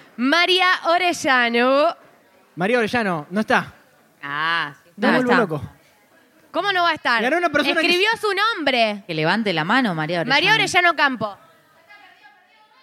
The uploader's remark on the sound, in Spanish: ¡ES EL SEGUNDO BARLEY EN VIVO! Grabado en vivo desde Zapata, en la ciudad de Rosario. ¡Muchas gracias a toda la gente que asistió, escuchó y se rió con nosotros!